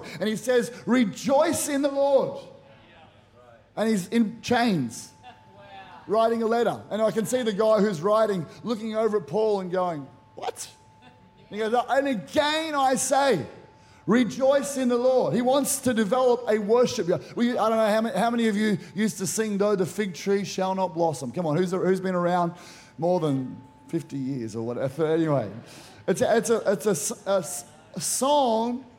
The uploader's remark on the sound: Powerhouse Conference 2023: Glory To Glory. Recorded during our the first session, 6:30pm.